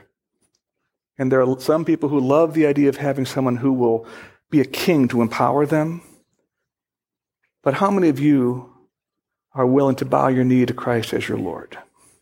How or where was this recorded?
large echoing room